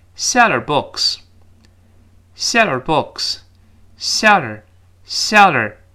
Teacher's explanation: 读快了之后，我们听到的是这么一个声音：sell herbooks，sell herbooks，seller，seller。你注意到了吗？变成 seller，那个 h 被打穿了